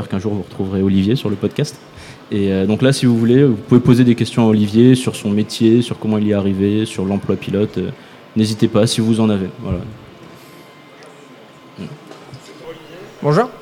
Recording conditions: live audience